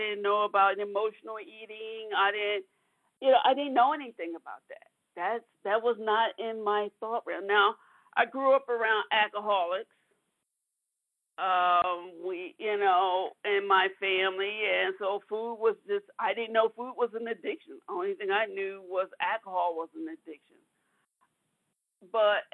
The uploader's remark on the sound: from the 100 Pounders Phone Meeting, 2/13/23